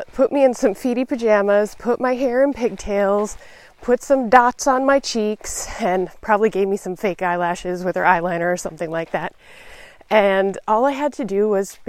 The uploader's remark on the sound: In this episode, I’m experimenting with recording my podcast while walking in nature.